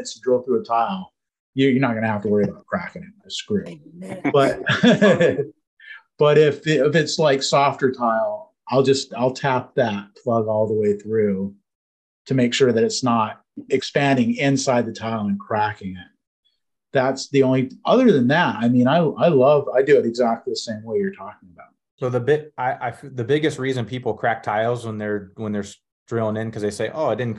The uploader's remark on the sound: This is a recording from our weekly Facebook Live stream